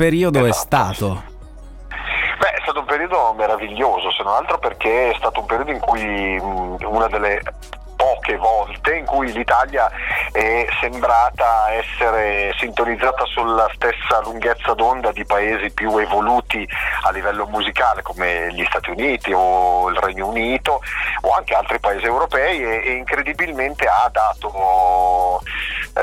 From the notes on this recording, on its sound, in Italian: Al telefono